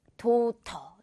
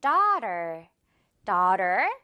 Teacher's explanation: 도터 아니고 우리 미국 영어 기준으로는 어 발음, daughter가 되겠어요. daughter, 더 부분을 길게 끌어주면서 어 발음 유지 · Shown in: second take